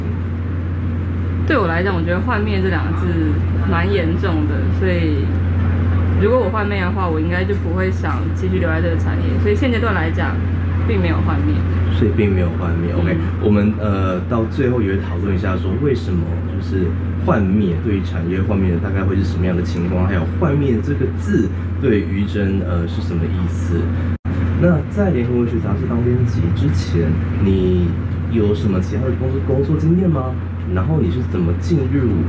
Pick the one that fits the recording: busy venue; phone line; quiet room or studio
busy venue